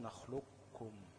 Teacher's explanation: القاف بعدها الكاف على طول في أقصى اللسان · Term: إدغام متقاربين صغير